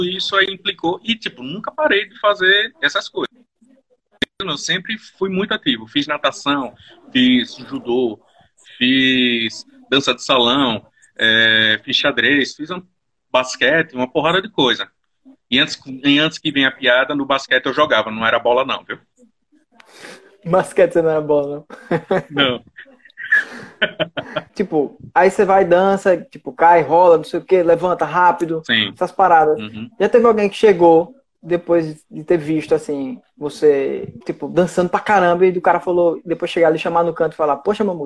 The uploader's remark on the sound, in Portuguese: Este episódio surgiu de uma Live no instagram